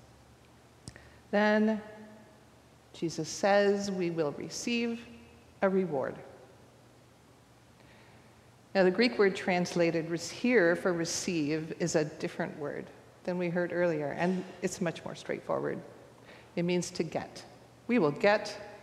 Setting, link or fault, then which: setting, large echoing room